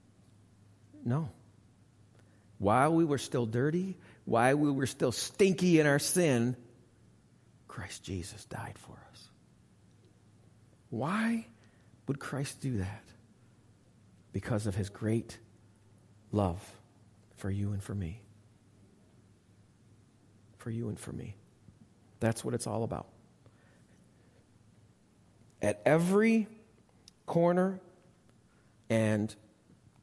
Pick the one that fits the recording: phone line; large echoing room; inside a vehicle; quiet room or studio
large echoing room